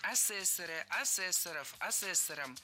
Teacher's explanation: Лучше сказать не так, не асессоров, а асессоров. В слове «асессор» ударение на втором слоге сохраняется во всех формах.